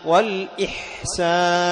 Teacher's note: فتظهر الحاء عند الهمز وذلك بهمسها